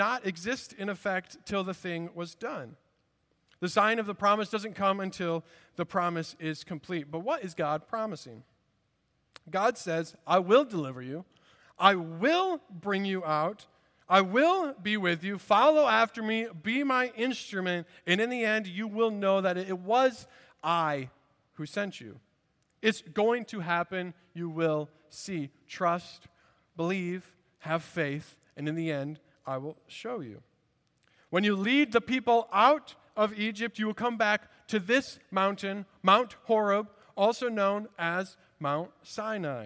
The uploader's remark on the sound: At Redeemer Presbyterian Church in Charleston, SC